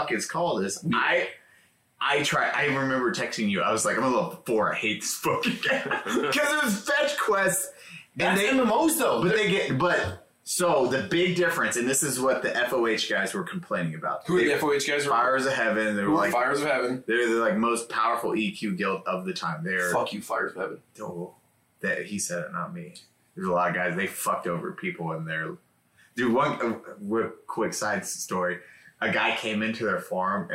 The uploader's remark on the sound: BAD AUDIO. YES THE AUDIO IS BROKEN. A WINDOWS UPDATE BROKE OUR AUDIO.